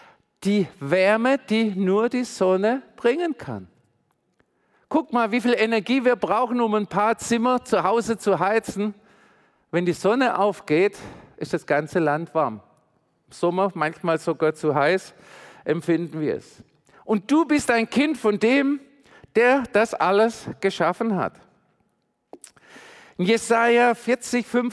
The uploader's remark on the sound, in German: predigt im Missionswerk Karlsruhe